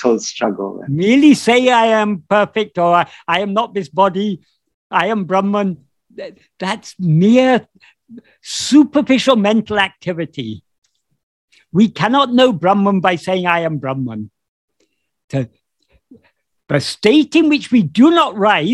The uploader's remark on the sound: In a Zoom meeting with Sri Ramana Center, Houston